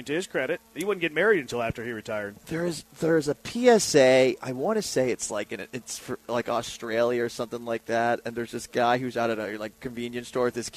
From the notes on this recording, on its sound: LIVE from Circa Resort & Casino in Las Vegas!